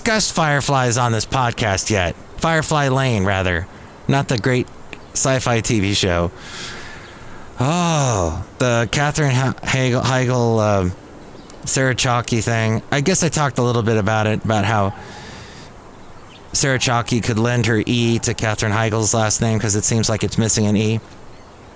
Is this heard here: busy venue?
yes